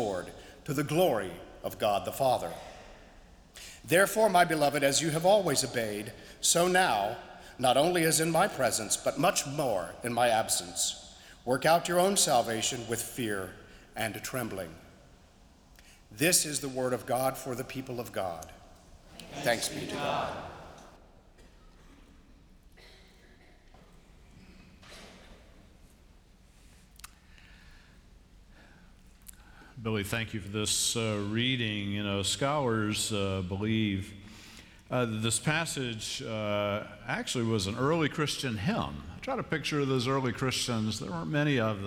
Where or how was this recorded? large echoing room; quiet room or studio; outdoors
large echoing room